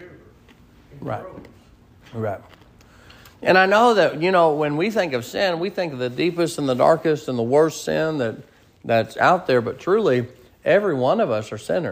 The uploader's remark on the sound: Sermon preached at Mid County Baptist Church